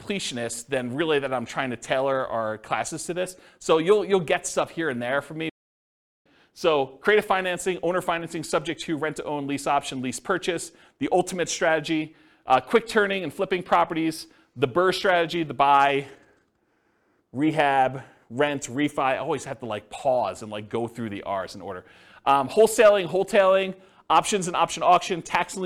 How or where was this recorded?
live audience